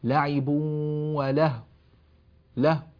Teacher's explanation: هذه الواو لم نرها إلا بالشفتين لكن لم نسمع لها صوتا